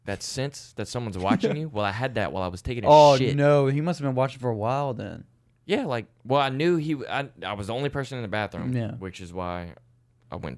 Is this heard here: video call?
no